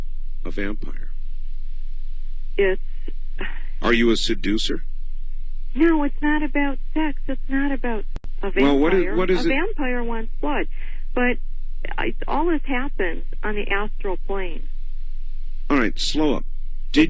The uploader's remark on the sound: In a a classic Coast to Coast AM episode. He decides to open up the phone lines.